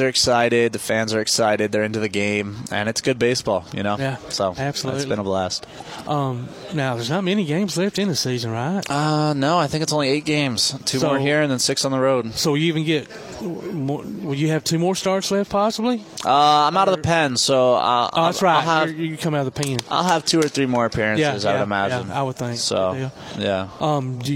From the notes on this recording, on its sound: Live at the Rocket City Trash Pandas store